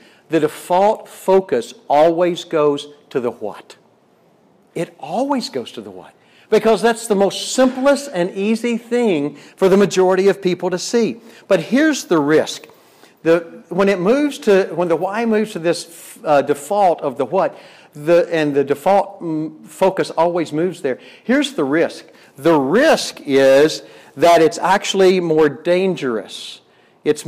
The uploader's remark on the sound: Delivered at Wisdom Chain Day in Medora, ND on June 15th, 2021.